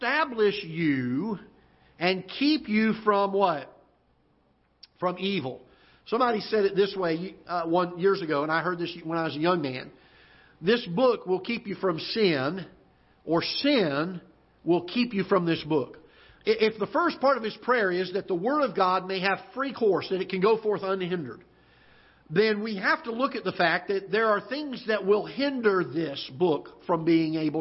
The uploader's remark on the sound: Ketha Heights Baptist Church ~ Live Broadcast